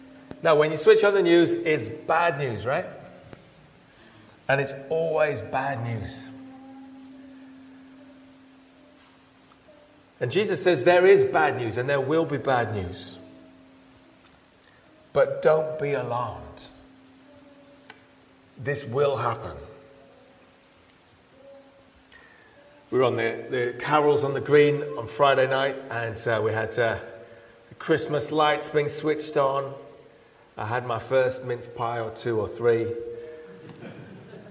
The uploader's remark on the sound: He preached at Pembury Baptist Church on 3rd December 2023.